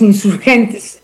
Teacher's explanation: decimos insurgentes y la E final apenas se hace audible cuando hablamos rápido